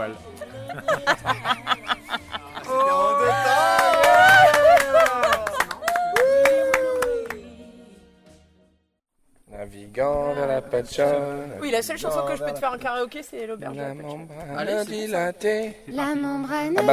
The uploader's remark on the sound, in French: Captation et mise en ambiance d'un barbecue entre presque tous les rivieros du sud.